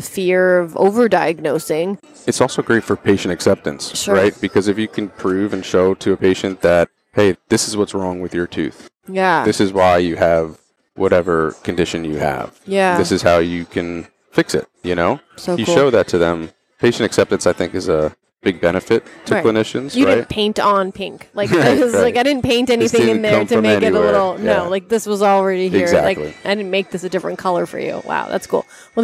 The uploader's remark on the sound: We recorded this episode in Boston live on the tradeshow floor at Yankee Dental Congress